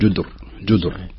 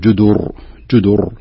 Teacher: نتنبه لمسألة ضم الجيم والدال، وليس يعني الخطأ أو الشائع الذي يقع في بعض الناس أنهم يسكنون الدال · Shown in: second take · فيقول جدر جدر، وهذا غير صحيح.